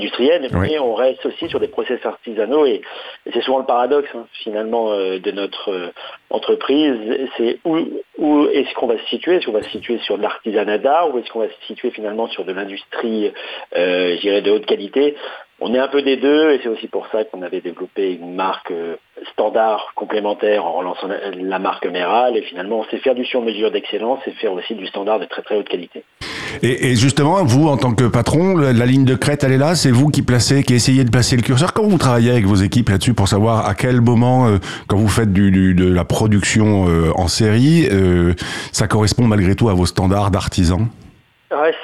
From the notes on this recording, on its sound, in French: En plateau – au téléphone